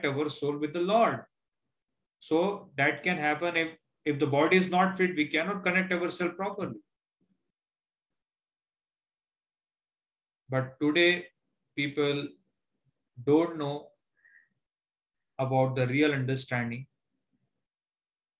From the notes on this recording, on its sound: Zoom recorded sessions